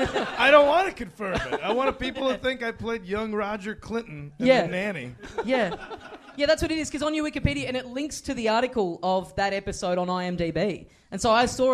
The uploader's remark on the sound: Recorded LIVE at Five Boroughs in Melbourne.